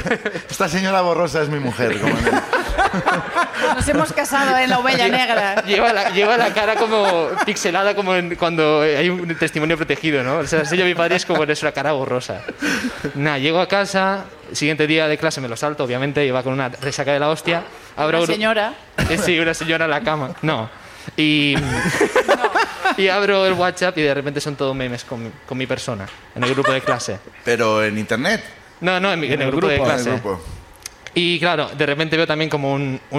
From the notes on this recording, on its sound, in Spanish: El público también sube a contarnos